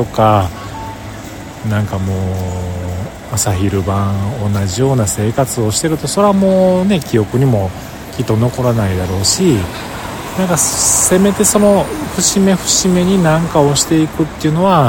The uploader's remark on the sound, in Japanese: 帰りのバスを待ちながら収録しました。